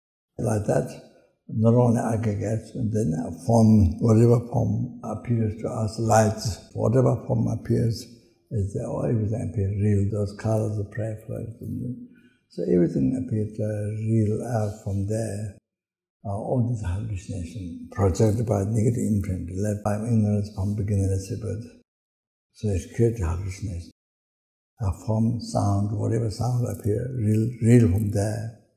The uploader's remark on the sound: The teaching for this episode was recorded on June 30, 2019, at Ganden Buddhist Centre, Latvia.